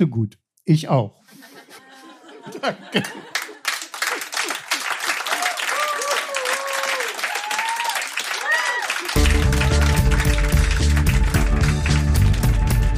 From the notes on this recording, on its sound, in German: In der einundsechzigsten Podcast-Episode hört Ihr einige Beiträge von unserer Show. Im Berliner Monarch. Heißen Dank an das Kulturhaus Insel, unser tolles Publikum.